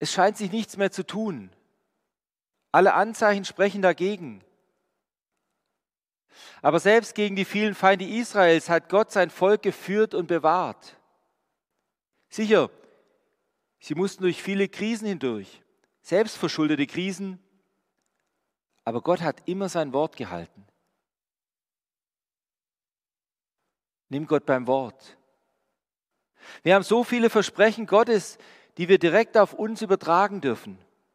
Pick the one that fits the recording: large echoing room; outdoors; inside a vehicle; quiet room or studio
large echoing room